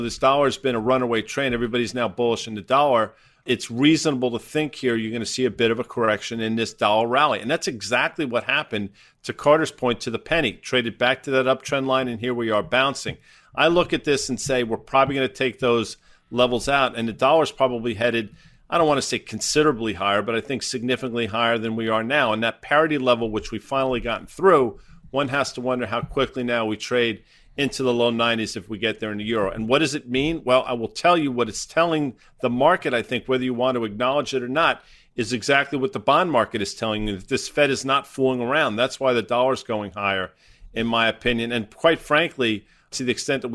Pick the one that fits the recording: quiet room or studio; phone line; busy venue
quiet room or studio